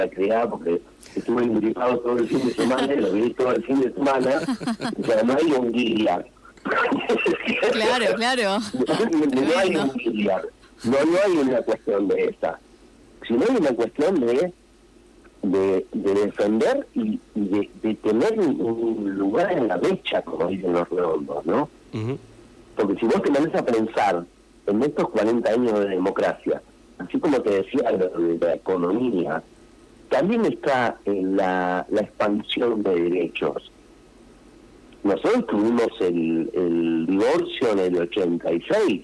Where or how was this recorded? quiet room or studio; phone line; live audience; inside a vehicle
phone line